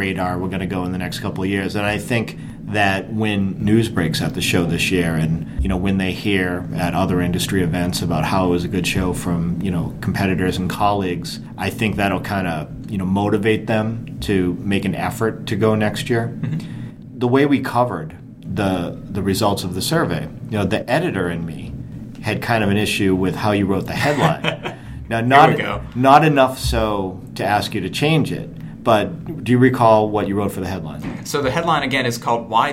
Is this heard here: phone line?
no